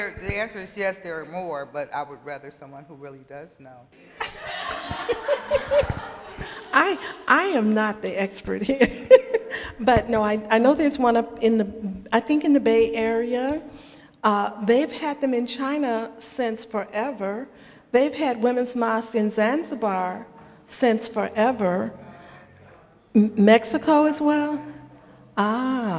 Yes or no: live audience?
yes